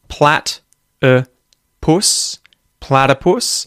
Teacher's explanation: the emphases are on the first and last syllables